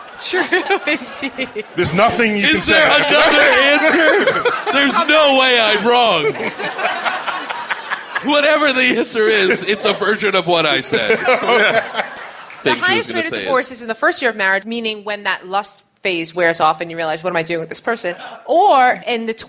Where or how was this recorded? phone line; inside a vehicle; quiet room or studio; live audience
live audience